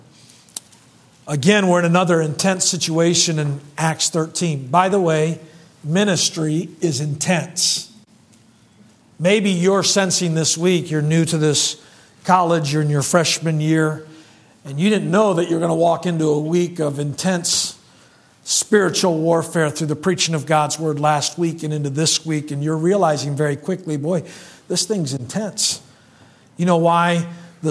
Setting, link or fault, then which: setting, large echoing room